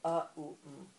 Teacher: the O is actually A and U, it's a diphthong.